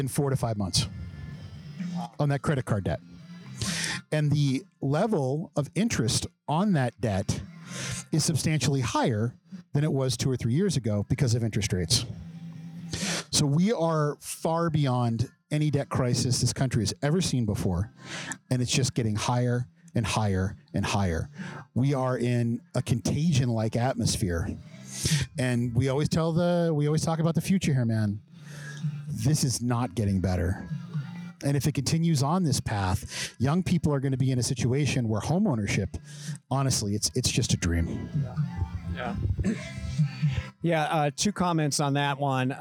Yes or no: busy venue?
yes